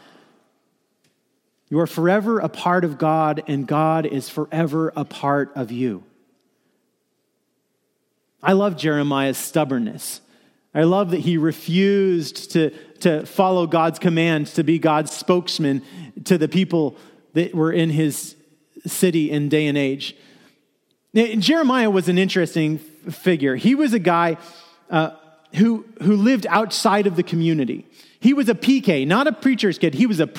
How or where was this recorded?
large echoing room